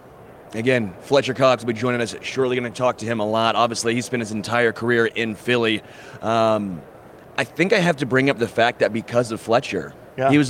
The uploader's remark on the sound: Live from Super Bowl LVII